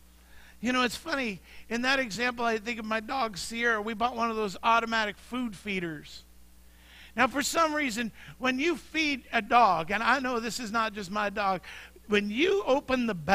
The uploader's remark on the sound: Mt. Zion Church Live!